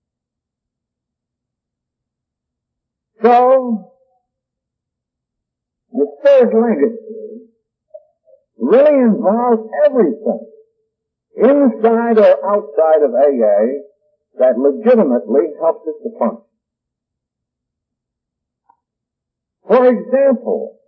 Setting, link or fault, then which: fault, poor sound quality